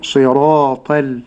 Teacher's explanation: إذا وصلنا صراط بالذين أنتبهوا إلى ترقيق اللام